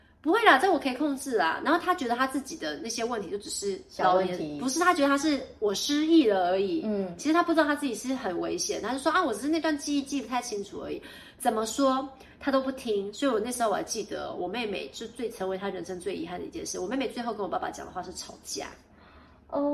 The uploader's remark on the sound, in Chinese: 本集不是在錄音室錄製，有點空間感